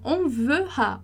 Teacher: O E não tem acento, então ele vai ser mudo.